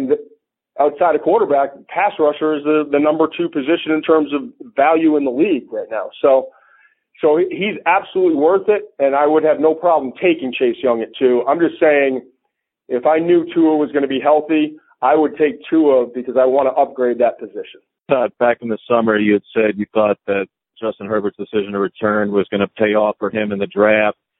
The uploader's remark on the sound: NFL Draft teleconference